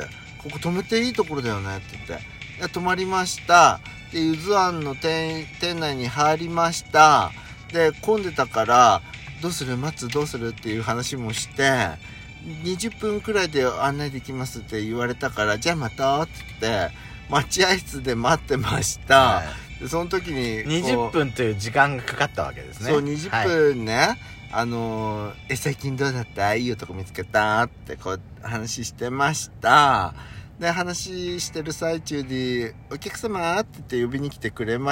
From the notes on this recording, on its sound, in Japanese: パーキング収録。